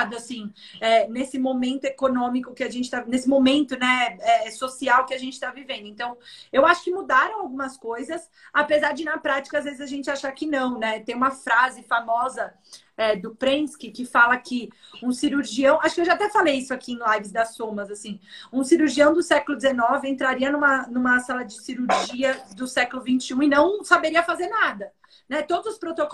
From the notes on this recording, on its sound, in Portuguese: originalmente uma live realizada no instagram da SOMAS